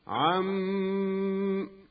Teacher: وإذا أردنا الوقف على كلمة عم كان الوقف بالتشديد مع بقاء الغنة